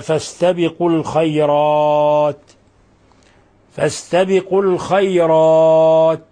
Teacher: نلاحظ أن الراء مفخمة لأنها مفتوحة، والألف التي بعدها مفخمة